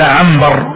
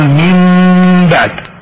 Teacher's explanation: قلب النون إلى ميم إذا قابلت الباء، يقول مثل قولك عنبر واكتبها ميم عم، معنى أنه كان يقول انقلبت النون إلى آسف الله انقلبت النون إلى ميم، هذا من حيث النطق العربي.